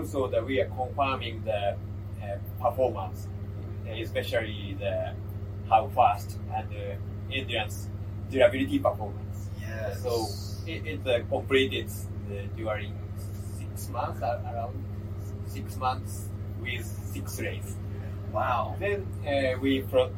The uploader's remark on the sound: An interview with Nissan and NISMO engineers during GT4 America at COTA!